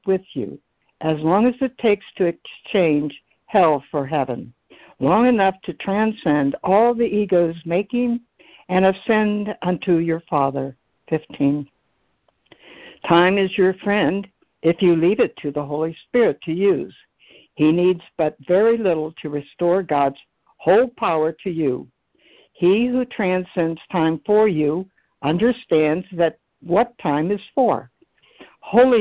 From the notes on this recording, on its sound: ACIM Daily Conference Call